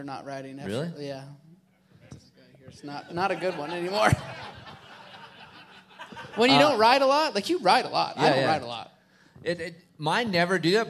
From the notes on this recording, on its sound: Pulpmx/Racer X LIVE Podcast Show from The Space in Las Vegas. Live from Las Vegas.